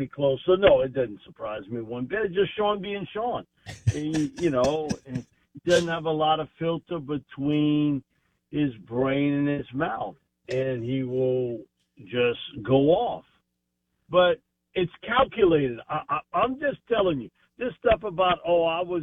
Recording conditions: phone line